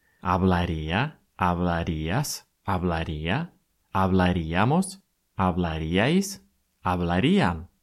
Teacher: ударение всегда падает на слог «ия»